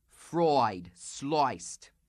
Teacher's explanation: It's the sound I, as in fried, sliced, which many dialecticians claim changes to an oi sound